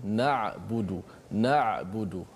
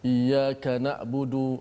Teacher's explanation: antara kebiasaan kesalahan berlaku menukarkan ain kepada hamzah · Term: huruf ain